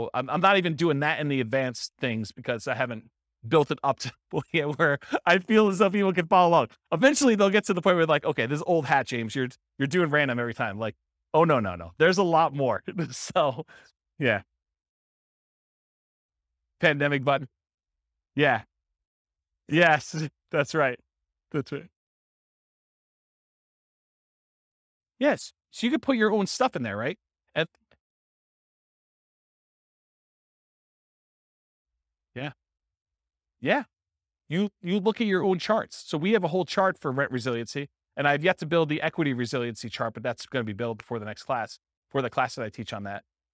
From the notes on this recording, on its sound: This was a live class recorded